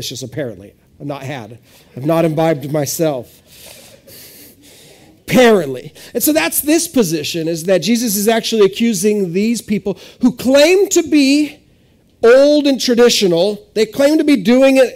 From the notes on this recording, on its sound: This is audio ripped from the Live Service video.